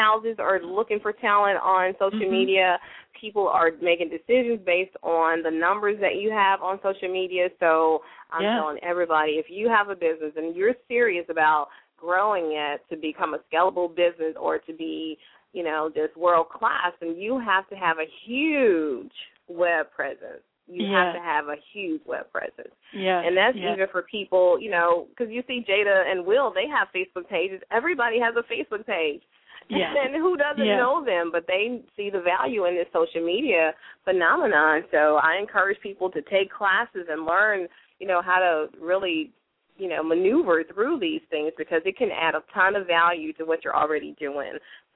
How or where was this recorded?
phone line